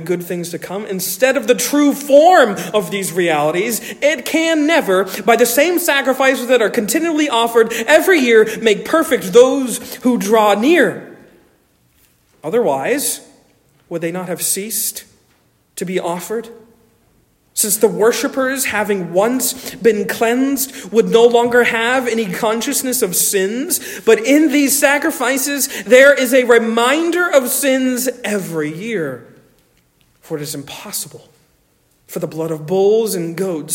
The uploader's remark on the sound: Originally delivered 14 May 2023 at Stonington Baptist Church, Paxinos, PA. Originally delivered 14 May 2023 at Stonington Baptist Church, Paxinos, PA.